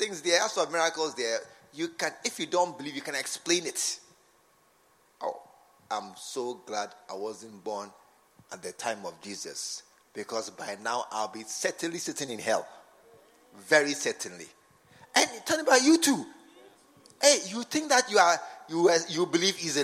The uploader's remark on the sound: Preached at the True Vine Cathedral Bantama.